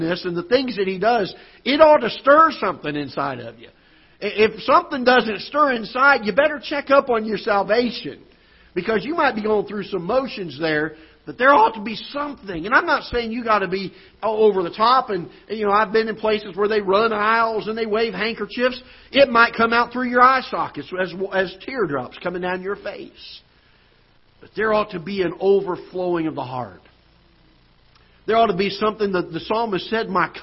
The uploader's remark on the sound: Ketha Heights Baptist Church ~ Live Broadcast.